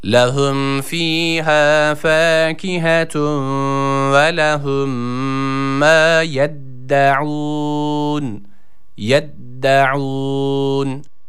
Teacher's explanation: Burada yine ayn harfi var. Boğazımızı yine burada sıkıyoruz. Boğaz harfi olan ayını çıkarmaya çalışıyoruz.